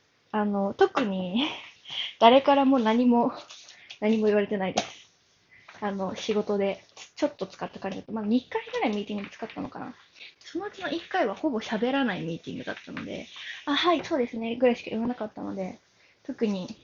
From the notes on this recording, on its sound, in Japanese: Jabra elite 75tを買ったぞ！！※本機で録音。歩きながら＆掃除しながらで雑音こんな感じです。